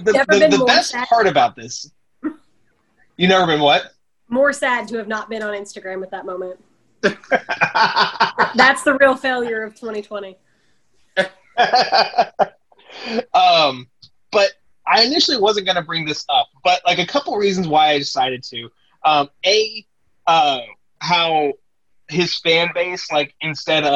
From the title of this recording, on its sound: Technical Difficulties